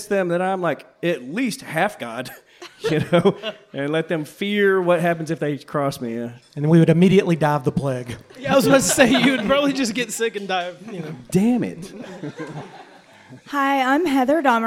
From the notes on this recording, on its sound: Live from Kollective Coffee in Downtown Hot Springs, Arkansas. We had a packed house, tremendously cool vibes.